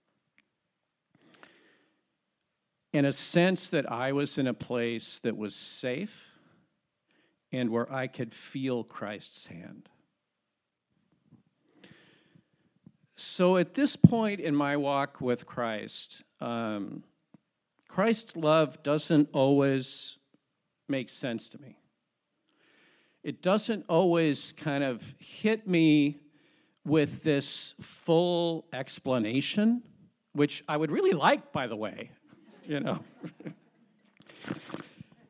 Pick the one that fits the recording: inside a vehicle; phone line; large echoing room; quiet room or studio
large echoing room